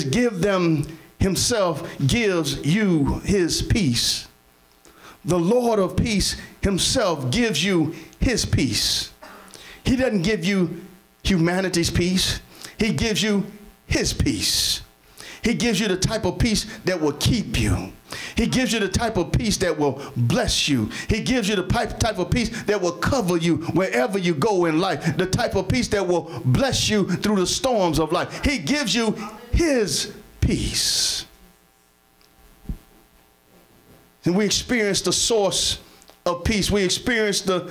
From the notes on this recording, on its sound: Sermon preached from Wesley AME Zion Church.